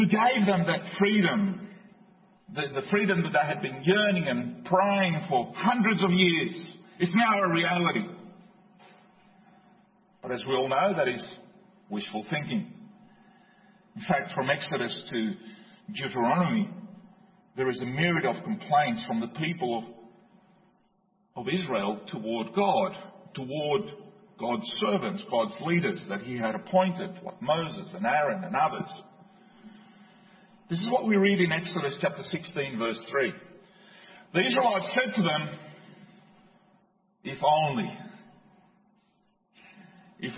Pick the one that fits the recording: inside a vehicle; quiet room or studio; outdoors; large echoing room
large echoing room